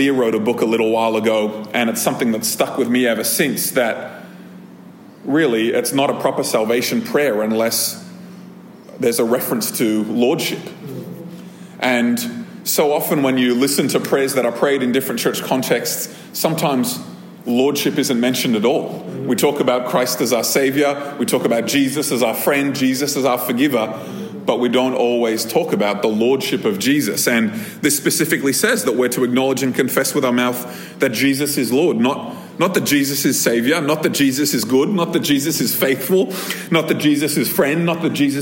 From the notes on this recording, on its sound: This episode was recorded at a Thrive Community gathering on 22nd October 2023.